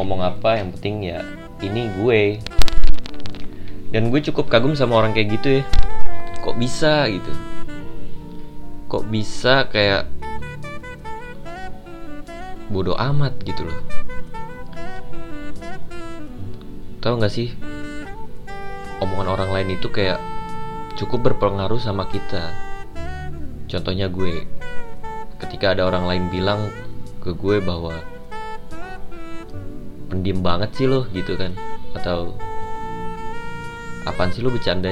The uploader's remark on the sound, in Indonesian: Maaf jika kualitas sound jelek,semoga bisa secepatnya beli gear untuk podcast ini.